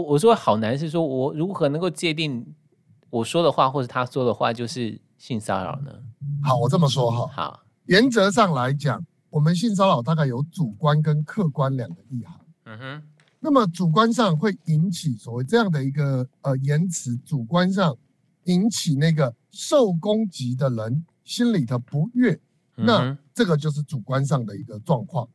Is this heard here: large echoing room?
no